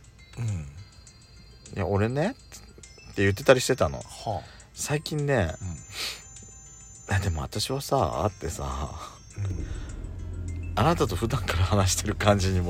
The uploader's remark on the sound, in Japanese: パーキング収録